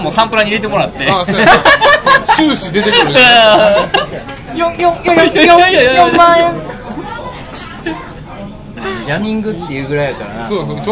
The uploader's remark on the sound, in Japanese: 引き続き焼き鳥屋での収録。音量バランスが崩壊しており。